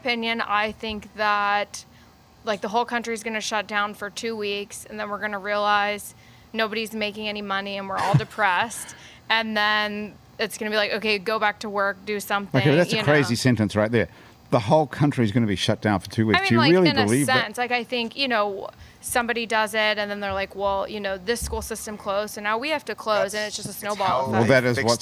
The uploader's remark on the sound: Now thousands of people are crammed into the club while our small crew gets to hang out in the sunny outdoors in the courtyard.